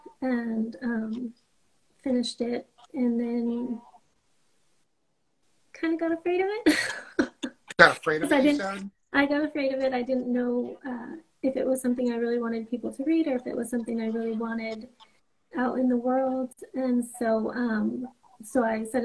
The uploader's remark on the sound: Instagram Live Interview